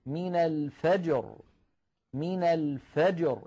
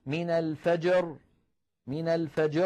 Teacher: نقلقل الجيم مع المحافظة على سكونها، ونلفظ بالراء مع المحافظة على سكونها · Shown in: first take · من أن تتقلقل الراء، ما لا قلقلة فيها، بينما القلقلة في الجيم لا بد منها.